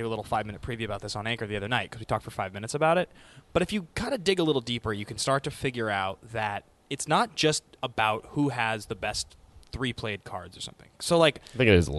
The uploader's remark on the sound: “Live” From the Dallas Toy Fair